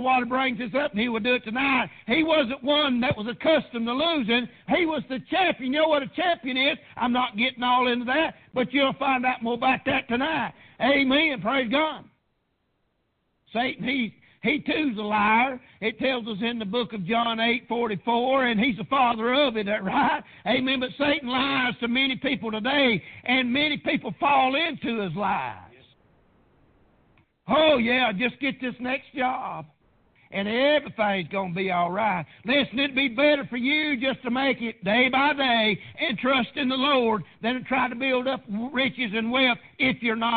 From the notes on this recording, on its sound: PREACHED AT PRAYER BAPTIST CHURCH.